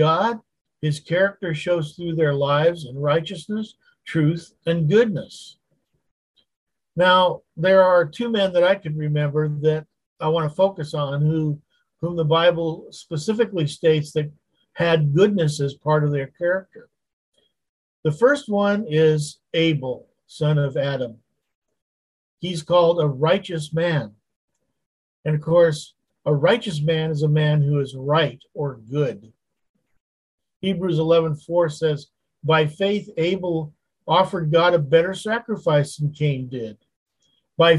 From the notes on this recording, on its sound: Wednesday Zoom study